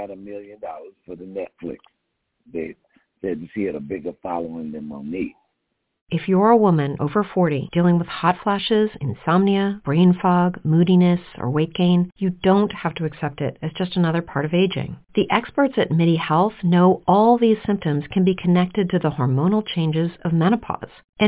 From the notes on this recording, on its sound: TALK RADIO TONIGHT! LIVE CALL.